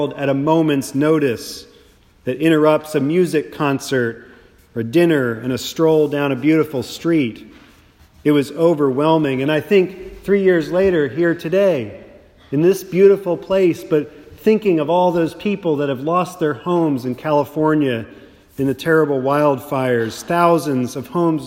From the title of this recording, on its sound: a Sermon preached at St. Mark’s Austin